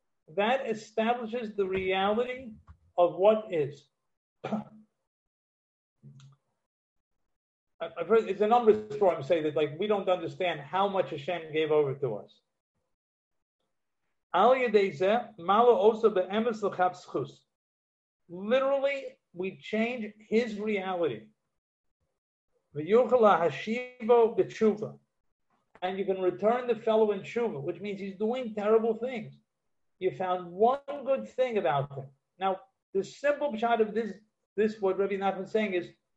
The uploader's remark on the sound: Live on Zoom 7-6-2020